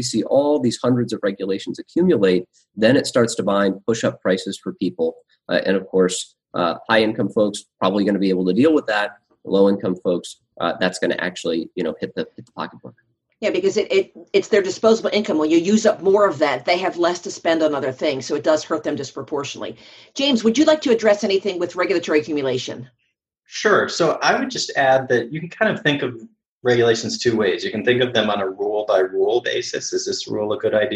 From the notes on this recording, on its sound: Today, we’re bringing you the audio from a recent webinar we held on why states should undertake regulatory reform.